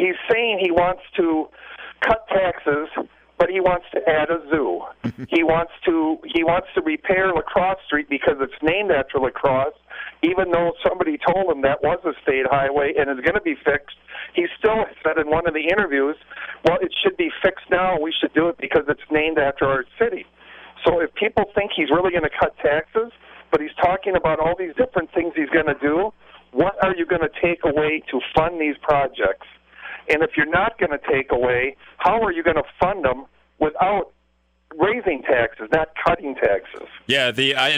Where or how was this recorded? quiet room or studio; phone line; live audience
phone line